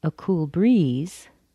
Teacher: It's a descriptive phrase. I emphasize the word breeze.